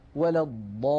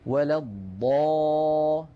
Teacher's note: فهذا المد لابد من تطويله، وقد أجمع العلماء فيما نقلوه عن رسول الله صلى الله عليه وسلم على مده مدا طويلا مشبعا بمقدار ست حركات · Term: المد اللازم